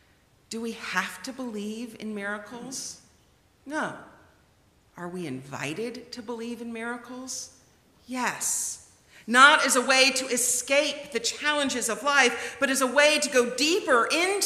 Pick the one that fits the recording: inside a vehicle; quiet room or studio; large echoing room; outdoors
large echoing room